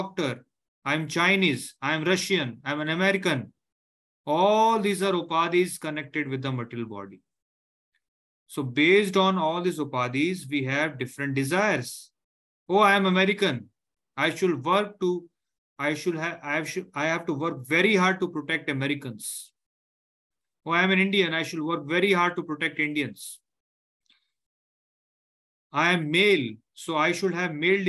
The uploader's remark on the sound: Zoom platform